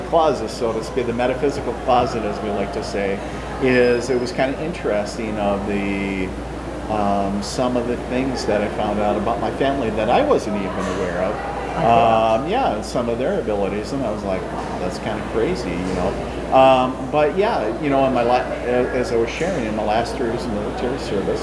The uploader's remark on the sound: Recorded at MI Paracon 2023